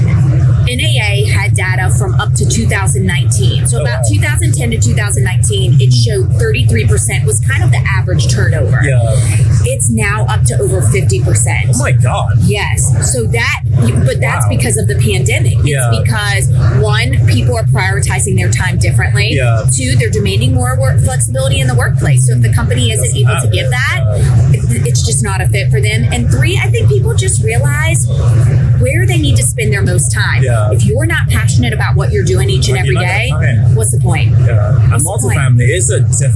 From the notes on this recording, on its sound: LIVE AT NAA.